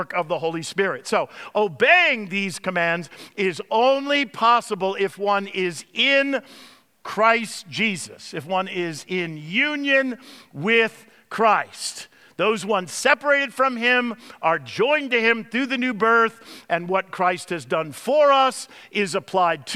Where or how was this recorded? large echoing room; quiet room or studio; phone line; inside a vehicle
large echoing room